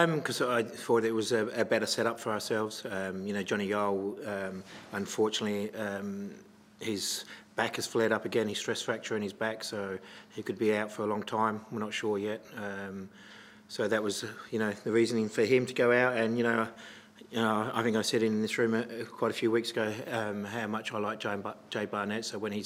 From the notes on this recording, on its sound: Post-match press conference.